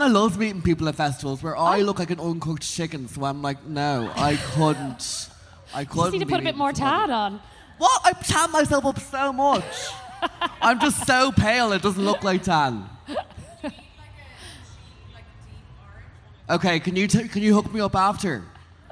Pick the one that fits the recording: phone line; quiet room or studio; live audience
live audience